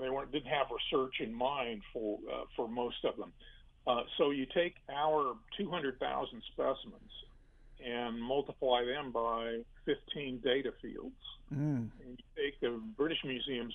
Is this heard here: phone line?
yes